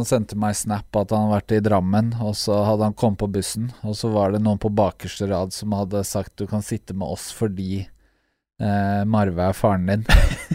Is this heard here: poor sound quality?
no